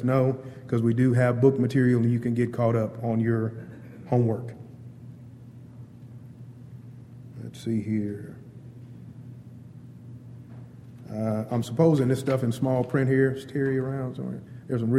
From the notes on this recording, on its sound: Wednesday Night Devo. Downtown Church Of Christ Audio Sermon.